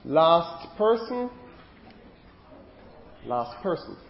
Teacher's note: The T sort of gets elided.